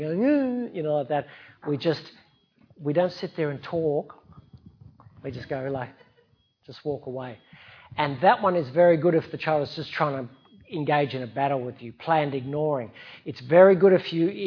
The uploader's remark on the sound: A Sydney Ideas event for Sydney Science Festival 2016.